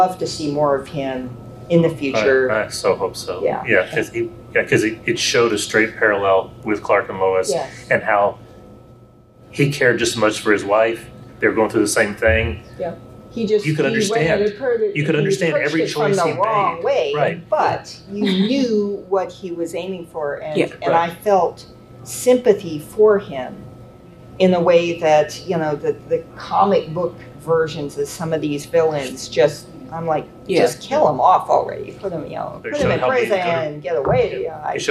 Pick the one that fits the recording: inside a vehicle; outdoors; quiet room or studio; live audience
live audience